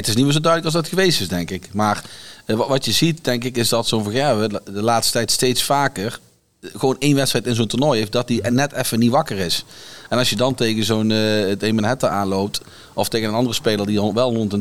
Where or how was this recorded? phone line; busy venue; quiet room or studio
busy venue